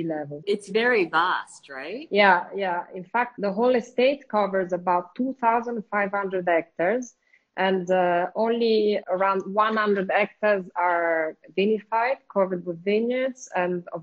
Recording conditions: video call